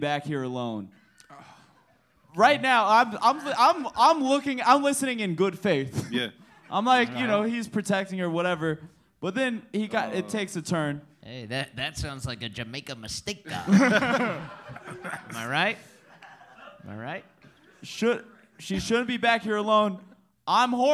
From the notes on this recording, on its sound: Live Pod that took place at Brain Dead Studios LA on September 5th, 2023